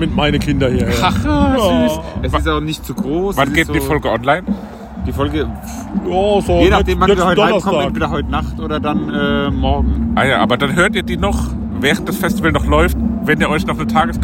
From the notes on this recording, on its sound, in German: Maifeld Derby 2023. Wir nehmen euch mit aufs Festivalgelände und sprechen über unsere Eindrücke von Tag 1!